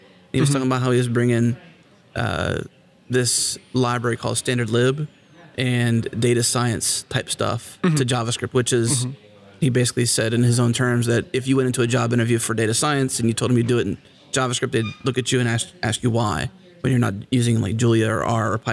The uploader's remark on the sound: recorded at Node Interactive 2016